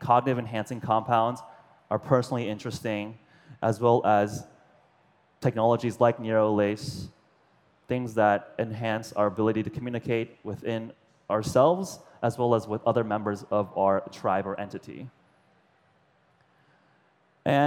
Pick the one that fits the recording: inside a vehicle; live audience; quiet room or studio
live audience